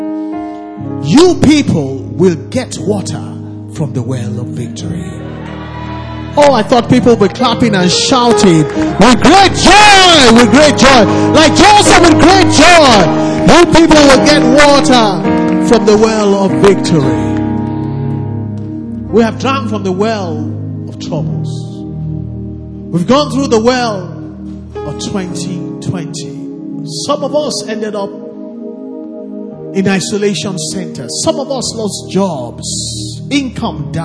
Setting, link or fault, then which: setting, large echoing room